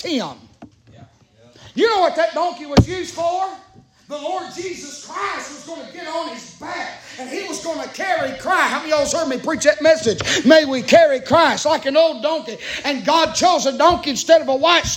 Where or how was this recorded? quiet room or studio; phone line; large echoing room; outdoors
large echoing room